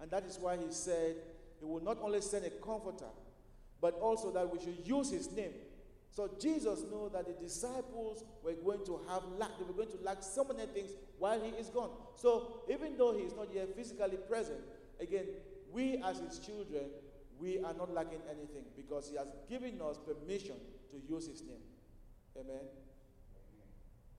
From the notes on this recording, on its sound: at Broadway Baptist Church, Lexington, Kentucky